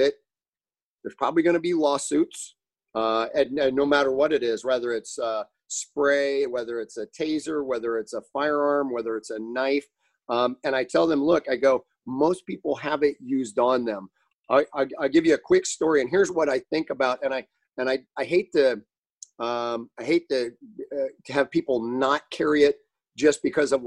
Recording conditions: video call